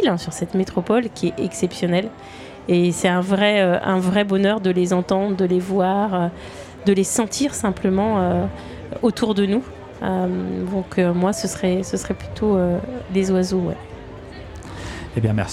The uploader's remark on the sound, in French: Plateau radio Vegan Place Tours. Une table ronde enregistrée le 17 juin dernier lors de la Vegan Place de Tours.